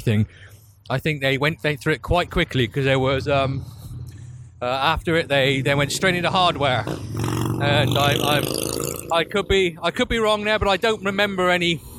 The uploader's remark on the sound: while walking back to their accommodation